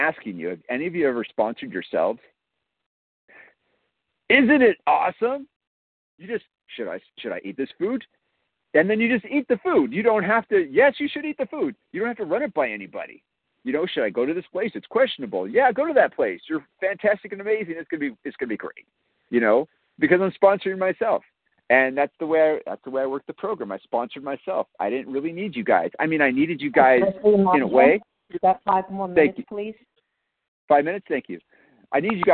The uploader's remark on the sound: 100 Pounders Phone Meeting